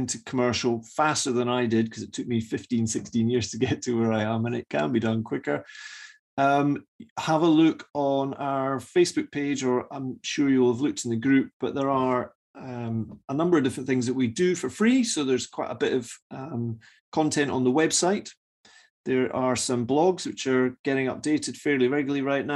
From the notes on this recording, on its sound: We recently ran an online Q&A session about SSAS pensions and their use for commercial property investments. We recorded the session so you now have a chance to listen in.